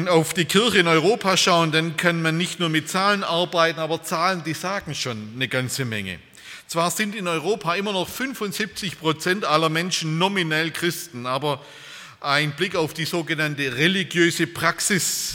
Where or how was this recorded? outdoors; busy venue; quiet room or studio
busy venue